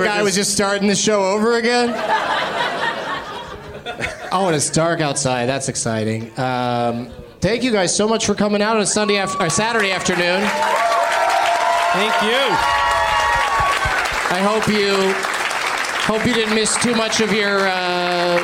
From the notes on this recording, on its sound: Live from Zanies in Nashville